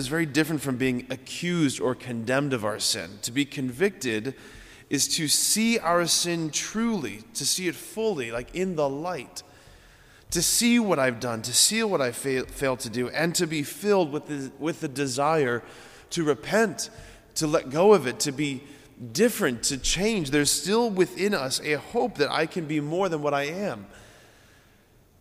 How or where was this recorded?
large echoing room